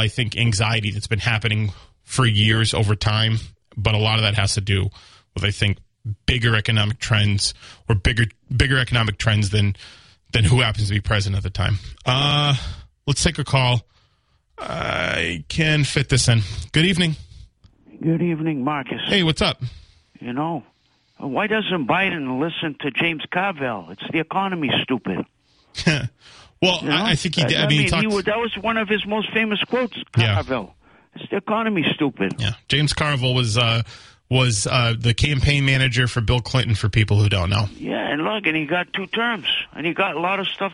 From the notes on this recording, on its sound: takes calls from the audience